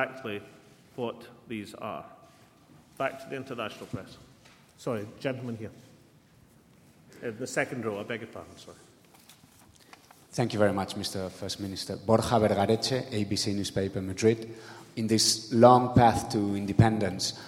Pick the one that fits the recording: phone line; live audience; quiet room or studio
live audience